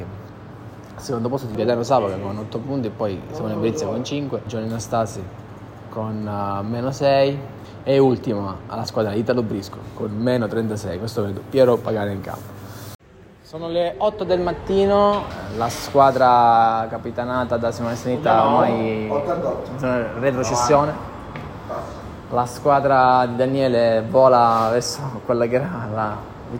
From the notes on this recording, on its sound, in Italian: con le registrazioni in presa diretta dal campo